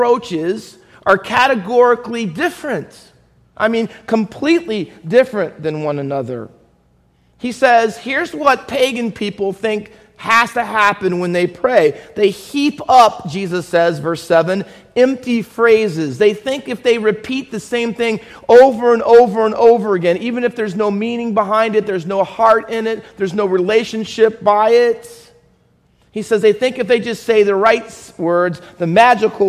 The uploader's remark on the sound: Faith Baptist Church in Hamilton, NJ.